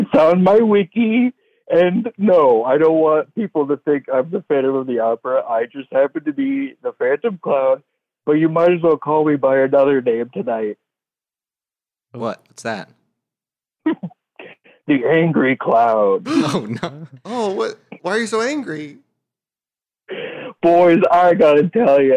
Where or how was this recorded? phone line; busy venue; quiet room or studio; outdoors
phone line